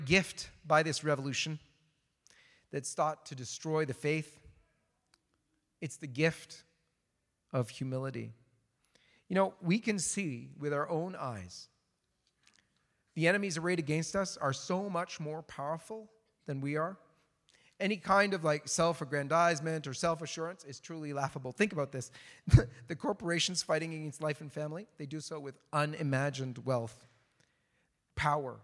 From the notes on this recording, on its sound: delivered the keynote speech at the Coalition for Canceled Priests' second annual canceled priests event.